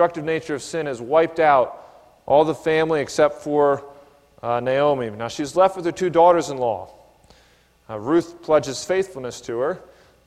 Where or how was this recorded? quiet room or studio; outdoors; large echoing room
large echoing room